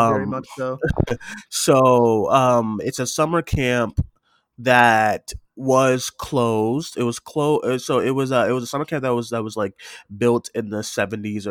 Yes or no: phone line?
no